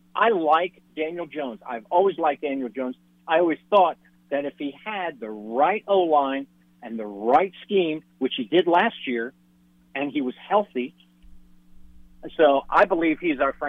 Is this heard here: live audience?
no